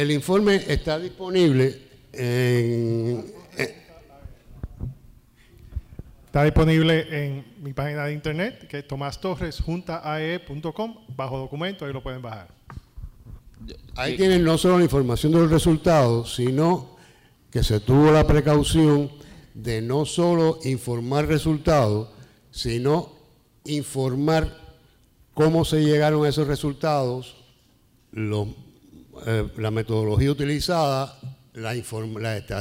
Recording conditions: live audience